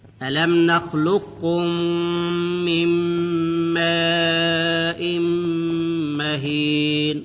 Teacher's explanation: ماء مهين، إدغام التنوين في الميم مع الغنة